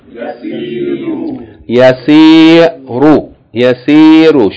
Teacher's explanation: Short vowel, long vowel, short vowel.